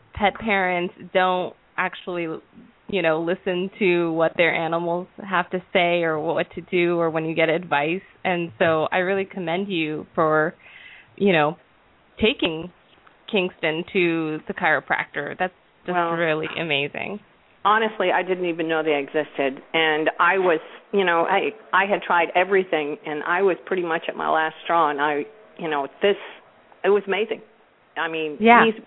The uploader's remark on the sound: open up the lines for listeners to call